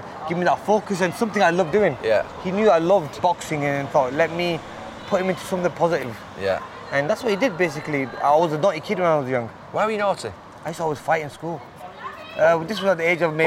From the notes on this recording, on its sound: we walk around Bolton and visit his gym